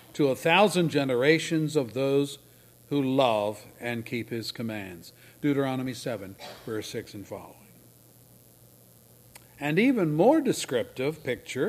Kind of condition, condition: setting, large echoing room